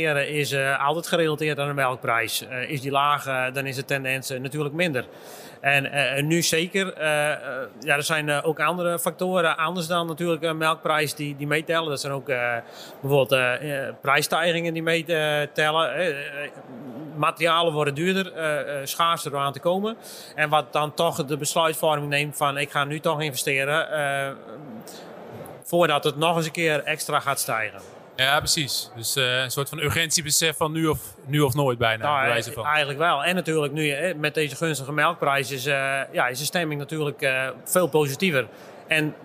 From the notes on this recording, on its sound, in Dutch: Tijdens een live-podcast op de RMV in Gorinchem